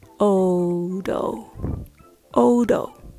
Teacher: Start with a clear O sound, like in go, the letter O. Then a relaxed T sound, the so-called flap T, followed by another O.